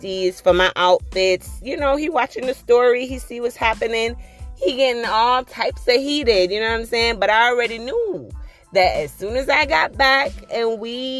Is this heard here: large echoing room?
no